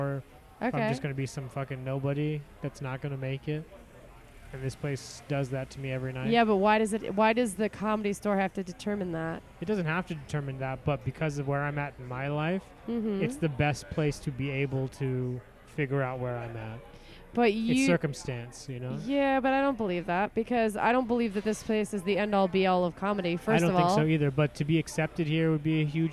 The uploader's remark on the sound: Recorded Mondays at The World Famous Comedy Store.